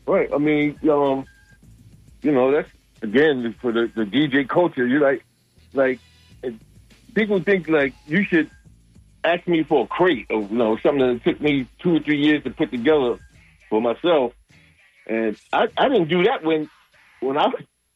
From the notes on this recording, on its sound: unique magazine format call-in show